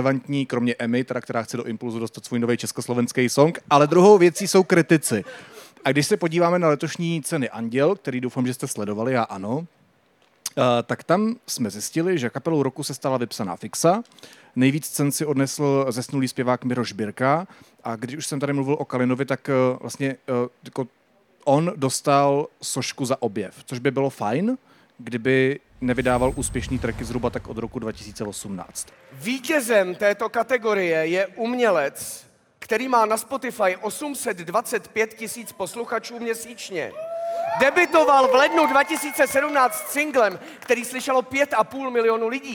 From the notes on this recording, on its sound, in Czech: Na stage festivalu United Islands.